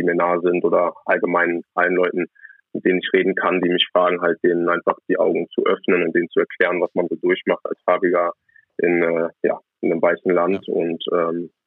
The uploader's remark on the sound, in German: Am Telefon melden sich. Aus seiner Eishockey-WG in Ottawa.